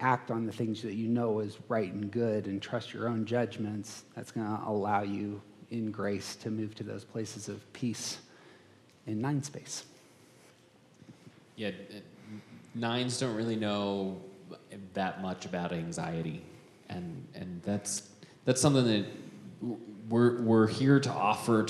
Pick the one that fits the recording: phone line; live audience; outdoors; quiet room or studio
live audience